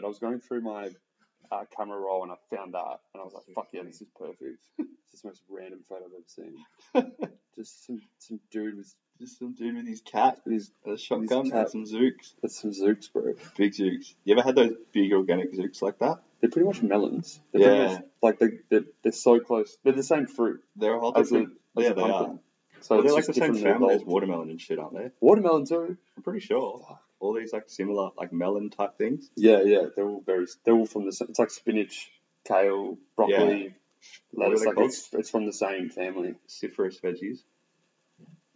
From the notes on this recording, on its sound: Audio gets better from 13min mark. Still trying to figure out the tech.